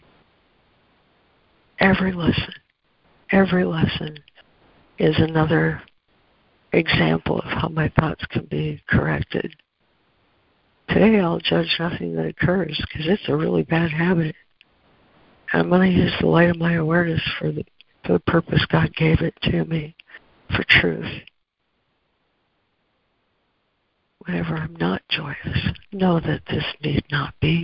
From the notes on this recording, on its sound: ACIM Daily Conference Call.